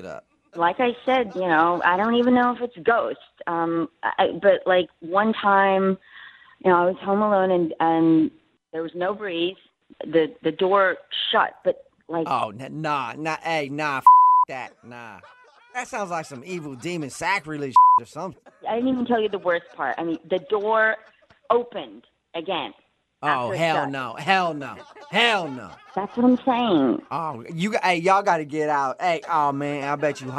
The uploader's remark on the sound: PHONE TAP.